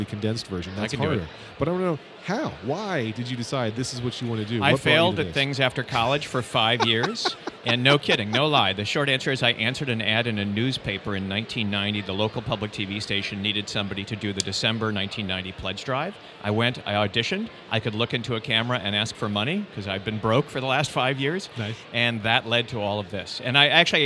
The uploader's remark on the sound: an episode taped live at Podcast Movement